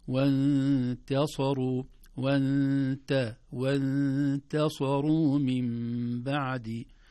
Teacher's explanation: لو لم ننتبه للتاء لخرجت وانتصروا وانتصروا من بعد، تصبح التاء قريبة من الطاء بسبب مجاورتها للصاد، لكن نرقيقها وانتصروا وانتصروا من بعد.